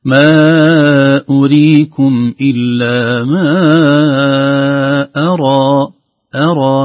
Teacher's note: مد طبيعي فقط لا يزيد عن حركتين